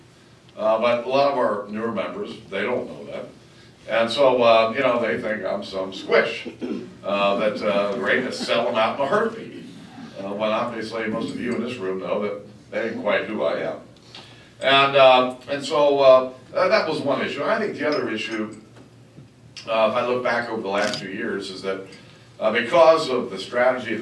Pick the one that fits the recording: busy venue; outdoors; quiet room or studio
busy venue